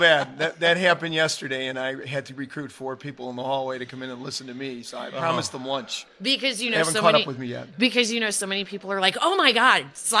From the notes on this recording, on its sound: Live at FDIC. APS Radio livestream from FDIC International 2023.